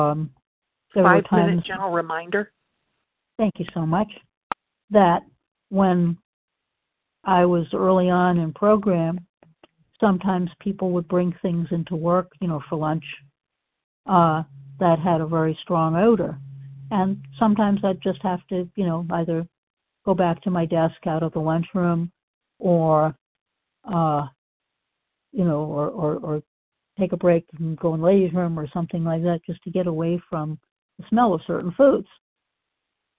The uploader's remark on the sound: the 100 Pounders Phone Meeting